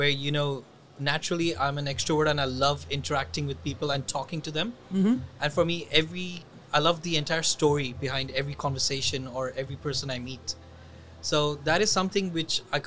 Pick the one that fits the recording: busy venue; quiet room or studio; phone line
busy venue